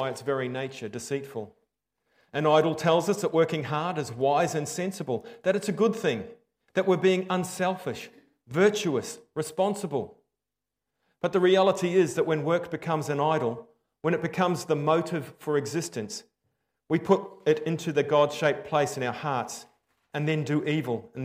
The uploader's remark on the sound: Preached 15/10/23 Am Service